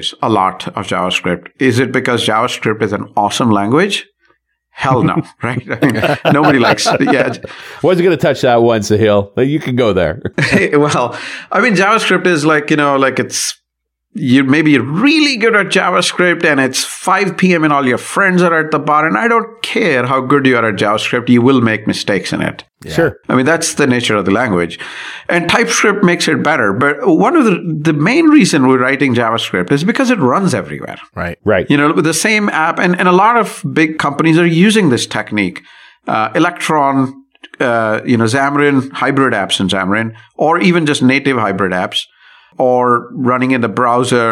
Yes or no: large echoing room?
no